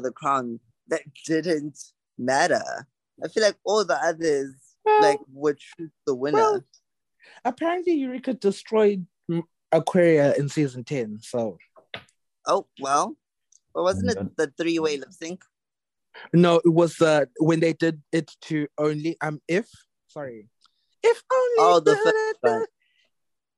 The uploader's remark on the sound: join the zoom call one last time